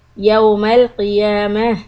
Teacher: Ta marbuta becomes ha sound if you are going to stop.